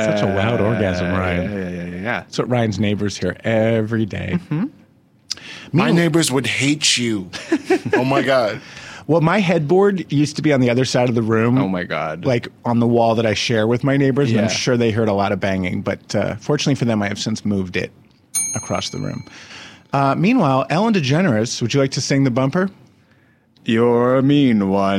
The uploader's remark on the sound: surprises everyone with a live phone call!